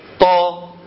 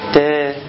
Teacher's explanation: لولا ان الطاء مفخمة لكان التاء مرققة · Term: التفخيم